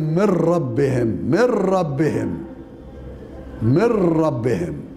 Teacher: النون في من ربهم مدغمة في الراء، من ربهم، بس بغير غنة عند معظم القراء، لا تغن، وبعضهم يغنها، ولكن عدم الغنة أفضل، أفضل وأقوى.